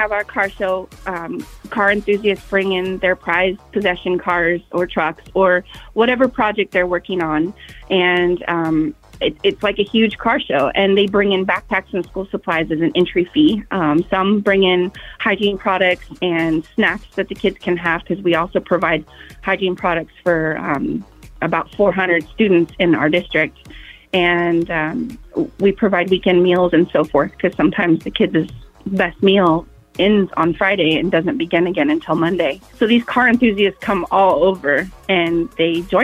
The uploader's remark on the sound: called in to the show